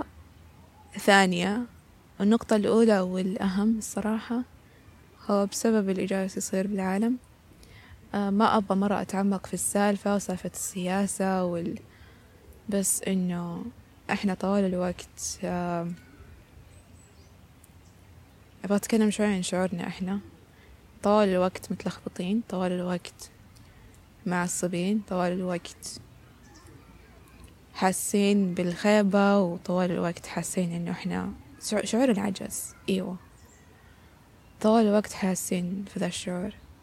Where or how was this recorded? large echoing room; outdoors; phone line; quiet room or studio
outdoors